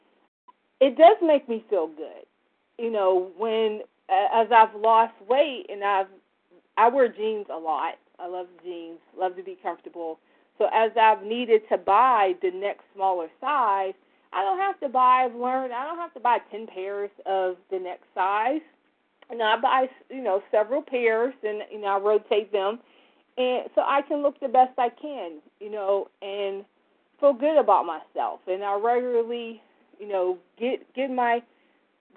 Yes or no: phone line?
yes